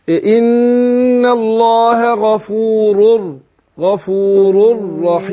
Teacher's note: تشديد الراء الثانية اللي هي المدغمة